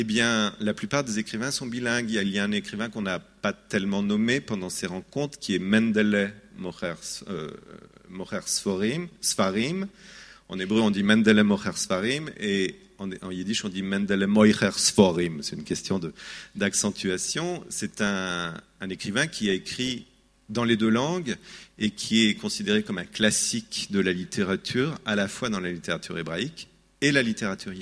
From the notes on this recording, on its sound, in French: Cette conférence a été donnée au Banquet de Printemps de Lagrasse en mai 2017.